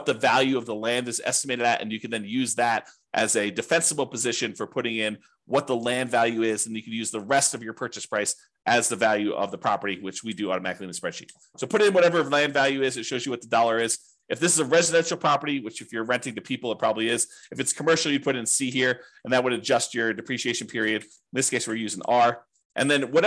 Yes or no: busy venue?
no